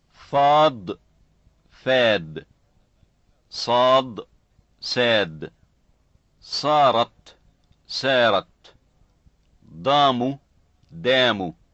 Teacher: Velarization versus no velarization in words with long vowels.